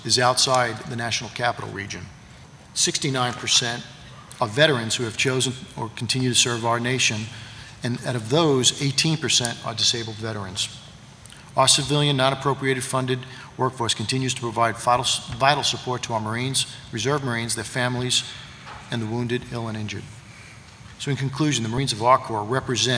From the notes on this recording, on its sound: This week's program is an abridged version of a panel discussion at the annual Sea Air Space conference with the personnel chiefs of the Navy, Marine Corps and Coast Guard.